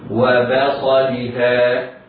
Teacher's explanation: الباء مفتوحة بعدها صاد مفخمة. وهنا يحترز على القارئ أن يحترز من تفخيم الباء لمجاورتها الصاد المفخمة. · Term: باء مرققة